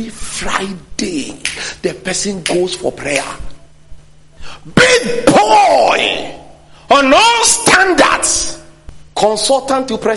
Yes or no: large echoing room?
yes